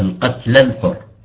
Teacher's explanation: طبعا هذا كلام لا يجوز، لأنه القتلى الحر بالحر، لأنه القتلى ساكن، لما نوصلها اللام ساكنة، وهي أول كلمة همزة الوصل، هذه لا تأتي إلا بالابتداء، تصير قتلى الحر، التقى ساكنين بتروح الألف